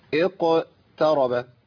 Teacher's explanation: القاف هنا في المرتبه تحت شويه ليه لان قبلها مكسور وهي ساكنه يبقى ايه اق ما اقولش اقترب ما تنفع هفخم معايا التاء